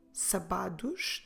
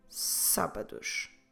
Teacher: You should stress the first syllable · Shown in: second take